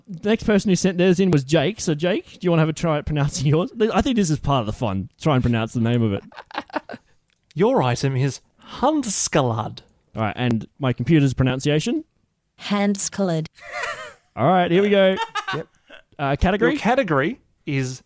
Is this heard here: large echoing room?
no